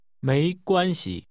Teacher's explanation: The tones are rising, 没, high level, 关, and neutral.